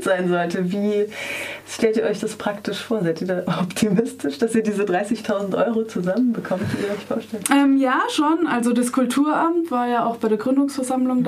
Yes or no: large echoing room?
no